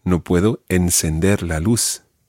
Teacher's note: the th sound has to be a s sound in Latin American Spanish. So, no puedo encender la luz.